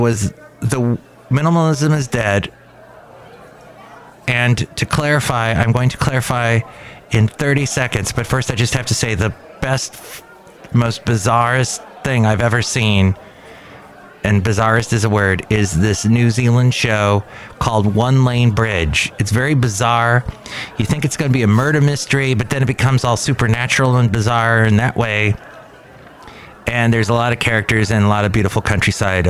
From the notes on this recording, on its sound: podcasts live from Cafe Anyway